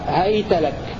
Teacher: قرأ باقي القراء بهاء مفتوحة وياء ساكنة وتاء مفتوحة